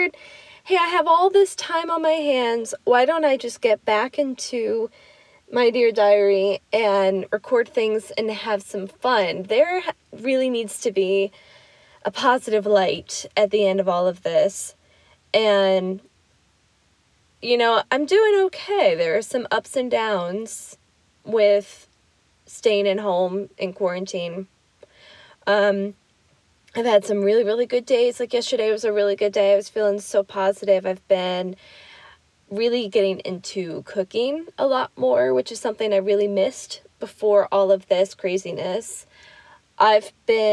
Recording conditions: inside a vehicle